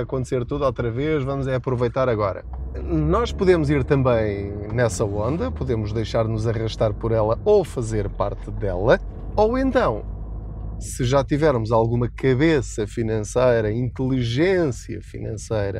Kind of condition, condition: setting, inside a vehicle